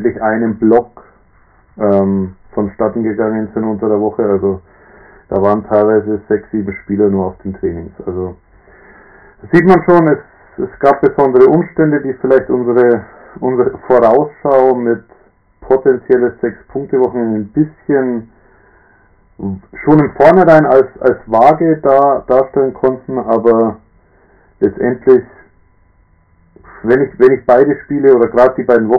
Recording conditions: poor sound quality